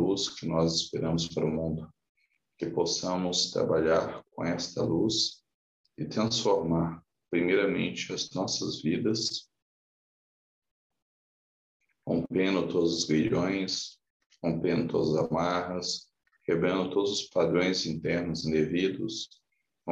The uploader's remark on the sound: Online via Zoom. O estudo ao vivo é direcionado aos membros da Ponta de Lança.